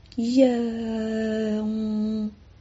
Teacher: 懒音是什么呢？就少了一个后鼻音，正确的发音有后鼻音